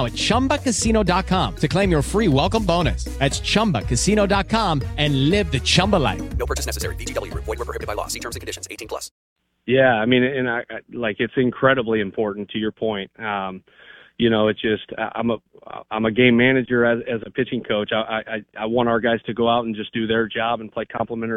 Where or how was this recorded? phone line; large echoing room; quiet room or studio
phone line